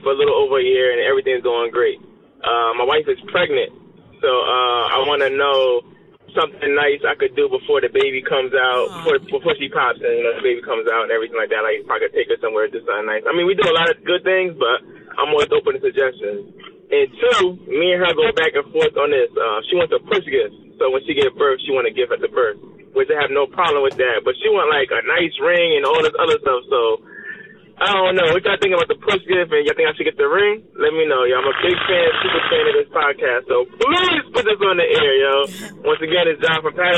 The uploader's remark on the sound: Today's episode we start off with some more voicemails. Opened up the phone lines.